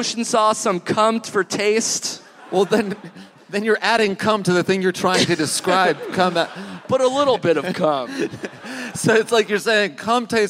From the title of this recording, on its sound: Live in Chicago!